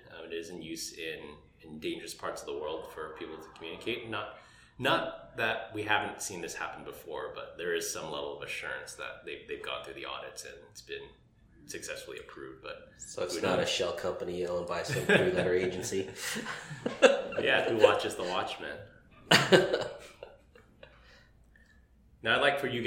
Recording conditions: echo